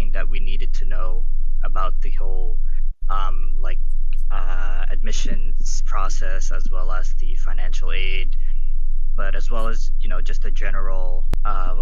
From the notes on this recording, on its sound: Sorry about the audio quality if it is bad during this episode, we recorded this remotely from our homes.